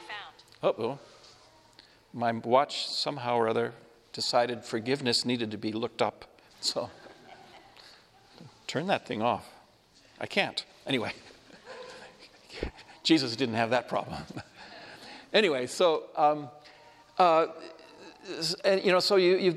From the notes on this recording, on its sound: Homily delivered at Our Lady of Fatima Church, Spokane